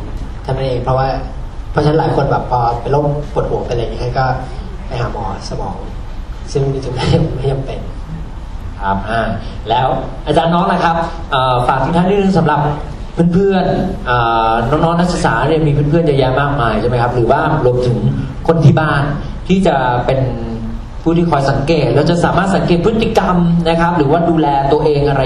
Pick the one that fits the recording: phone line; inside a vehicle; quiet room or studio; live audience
live audience